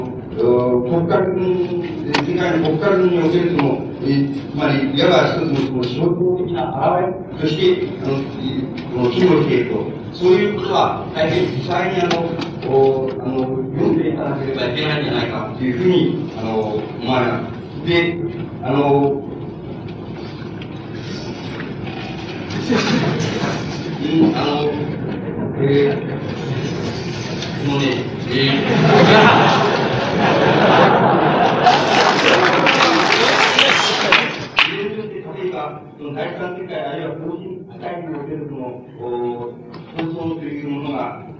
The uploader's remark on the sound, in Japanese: 場所：中野公会堂。共産主義者同盟叛旗派の主催による 〈首都労学政治集会〉での講演。ノイズが多く、音質はよくない。